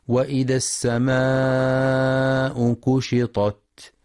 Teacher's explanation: ينتبه القارئ لمد السماء مدا متصلا بمقدار 4 أو 5 حركات، وينتبه لترقيق الكاف فلا يقرأ كشطت بالقاف، قشطت.